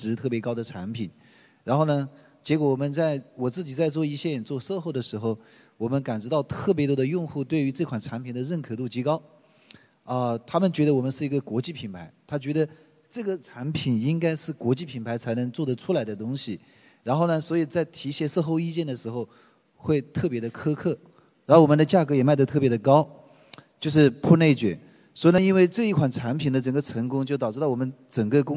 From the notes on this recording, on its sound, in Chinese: 在天下网商举办的“2023新网商峰会”上，我和四位新品牌创始人进行了一场持续1小时的圆桌会谈